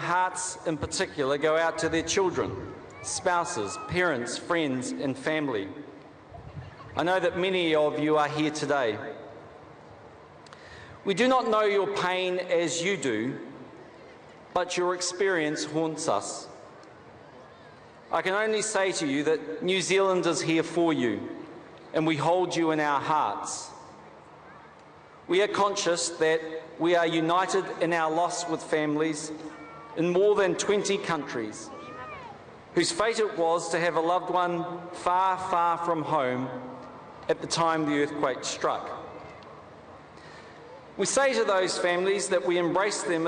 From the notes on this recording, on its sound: the memorial service from hagley park in christchurch